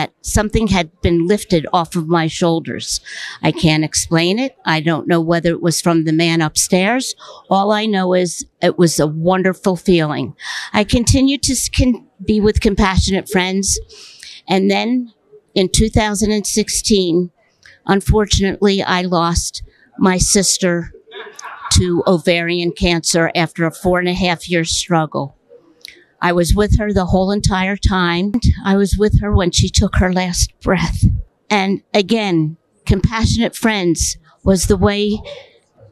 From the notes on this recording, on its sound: at the 46th Conference of The Compassionate Friends